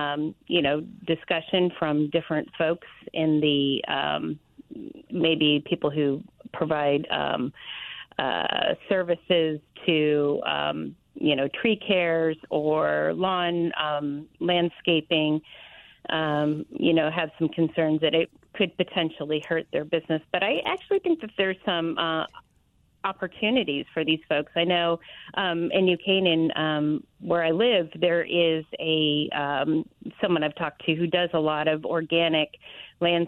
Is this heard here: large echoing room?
no